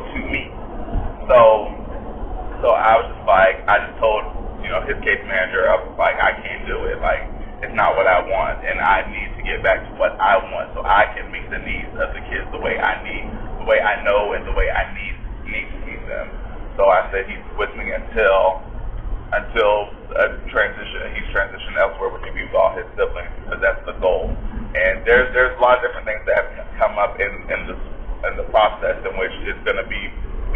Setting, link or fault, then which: fault, poor sound quality